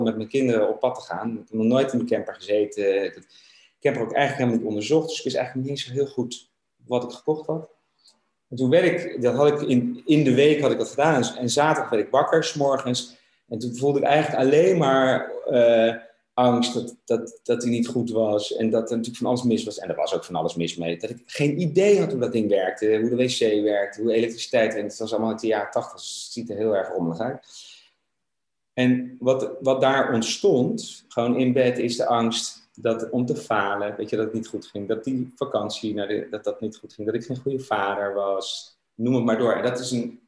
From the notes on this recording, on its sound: Tijdens een wekelijkse Groeisessie voor ondernemers, via Zoom.